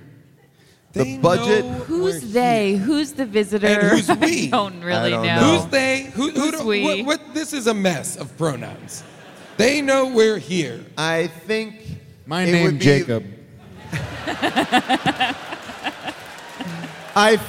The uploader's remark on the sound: Recorded live from Seattle